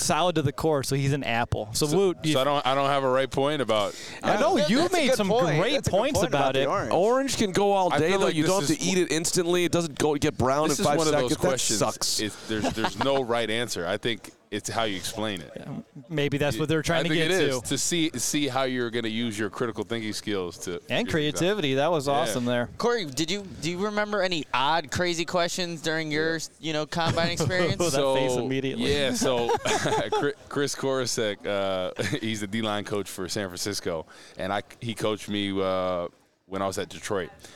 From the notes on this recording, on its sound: Live at the NFL Combine! Returns to Indianapolis on Day 3.